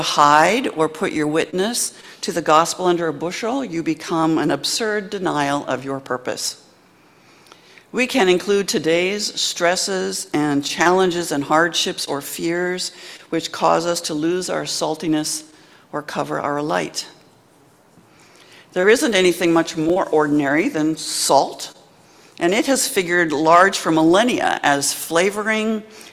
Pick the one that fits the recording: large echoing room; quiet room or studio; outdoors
large echoing room